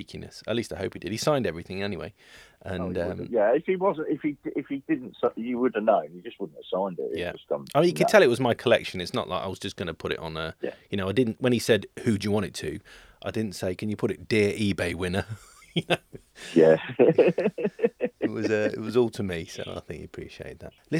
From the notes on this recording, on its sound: Welcome to another rough and ready conversation captured over the phone. At his home in Northampton.